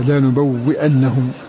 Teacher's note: الباقون قرأوا بباء ممحدة لنبوئنهم بعد النون وبعد الباء واو المكسورة مشددة